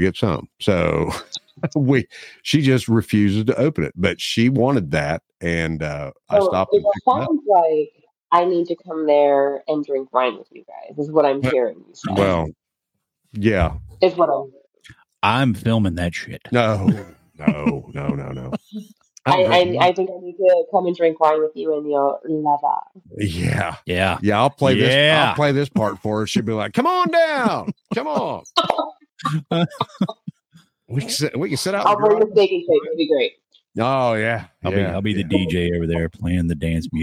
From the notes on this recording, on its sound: Our first "video" interview. There are some audio issues during the course of the conversation.